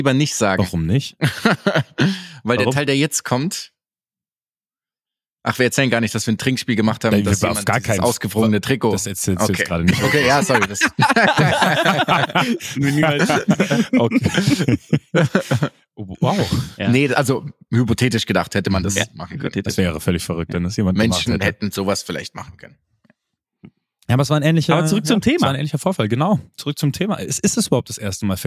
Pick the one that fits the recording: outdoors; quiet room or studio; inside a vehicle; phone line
quiet room or studio